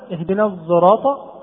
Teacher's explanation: معلوم اهدنا الصراط المستقيم، وقرأ حمزة وهذه قراءة غير حق، قرأ حمزة اهدنا الصراط بين الصاد والزاي، أو صوت صاد مشتمل على صوت زاي · Term: الصاد المشتملة على صوت الزاي